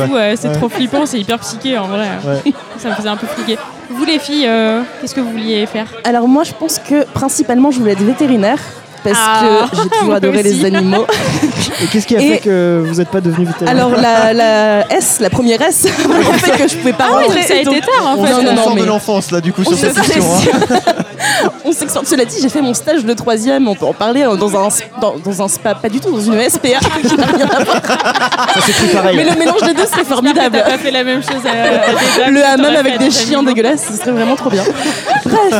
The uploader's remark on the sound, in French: Épisode enregistré au 3 pièces cuisine (Paris 17e).